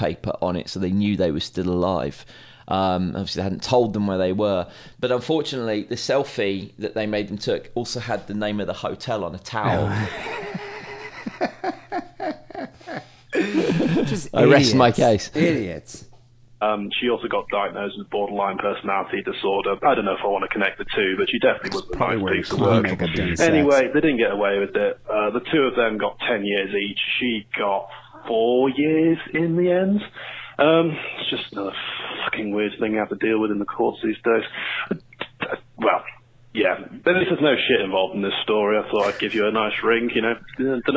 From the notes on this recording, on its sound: Phone calls.